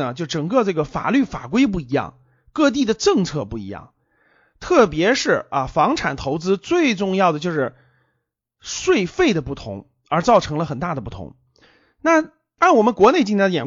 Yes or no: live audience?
no